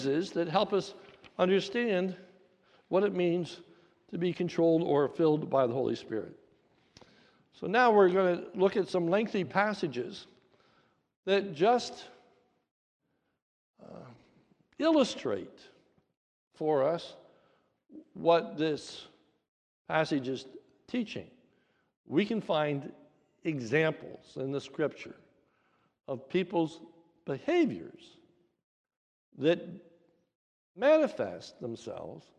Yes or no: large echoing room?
yes